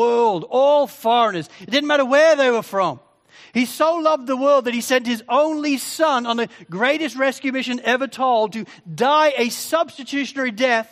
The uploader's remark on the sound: Sermon recording from Sunday 4 Jun 2023